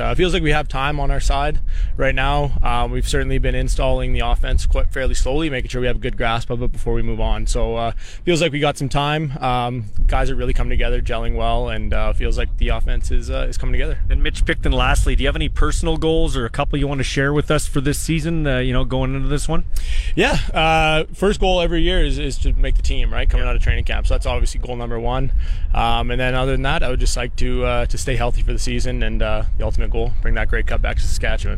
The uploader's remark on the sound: LIVE in Saskatoon for #Riders Training Camp